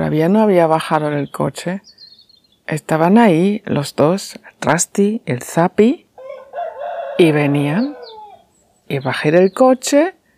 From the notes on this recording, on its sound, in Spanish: De visita en Asturias. A las 6.30 de la mañana, hablando con "mis gatos" Trasti & Zapi - grabación al exterior.